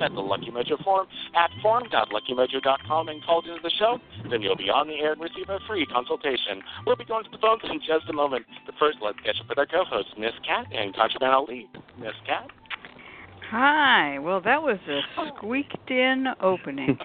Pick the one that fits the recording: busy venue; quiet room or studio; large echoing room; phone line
phone line